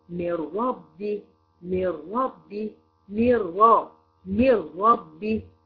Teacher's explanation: أين النون؟ ليس لها وجود لان ما لهاش غنة اصلا، ادغم يعني ادخلنا النون الساكنه في الحرف الذي يليها من احد حروف كلمه يرملون، سواء كانت الراء او اللام، بس بدون غنة مع الراء واللام.